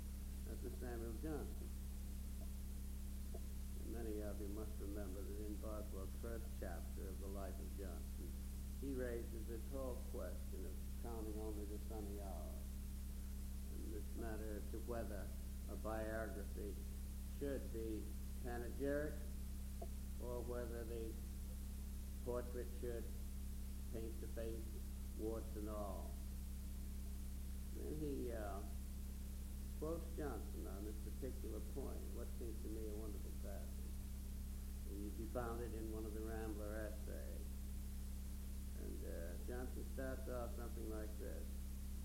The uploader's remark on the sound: This asset is difficult to decipher due to audio quality and the fact that it seems to begin after the event started.